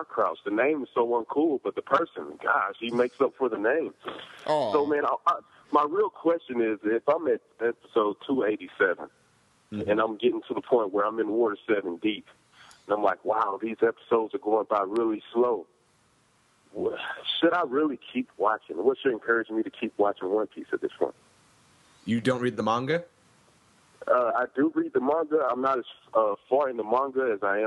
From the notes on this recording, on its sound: Call-in show where we take viewer questions live on the air from all around the world!